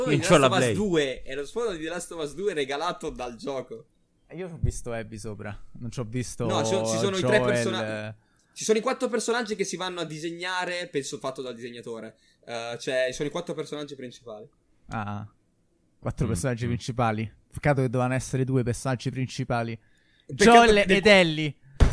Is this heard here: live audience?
no